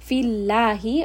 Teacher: Allah in this case is light because the letter before has kasra.